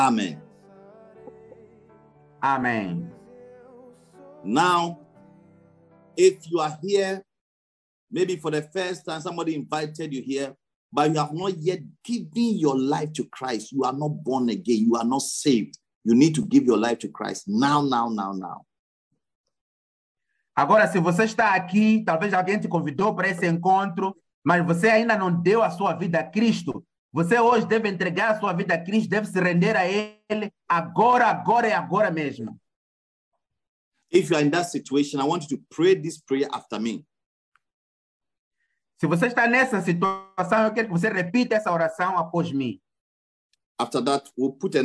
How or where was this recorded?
video call